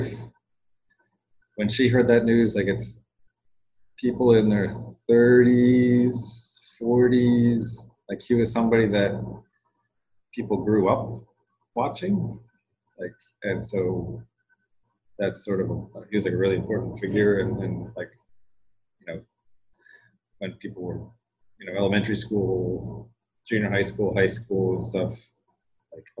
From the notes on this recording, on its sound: Sorry the audio isn't great! We recorded over Zoom across the planet from one another!